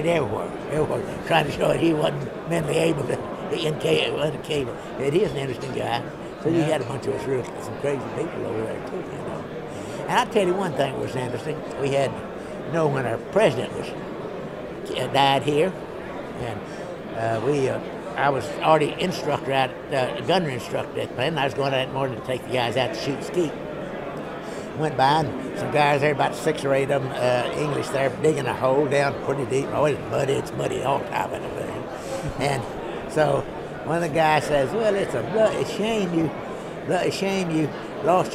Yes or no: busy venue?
yes